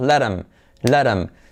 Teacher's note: La T de let se convierte en R suave y nos saltamos la H, la TH, la podemos omitir.